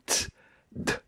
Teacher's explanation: la langue qui va claquer sur le palais